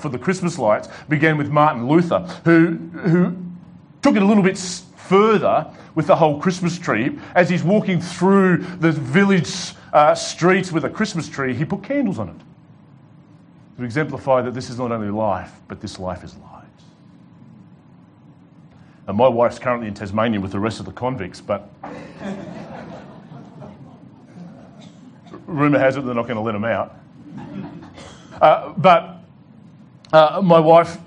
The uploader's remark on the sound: delivered to The Rock Christian Church